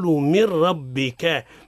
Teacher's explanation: والراء تفخيم لأنها متحركة بالفتح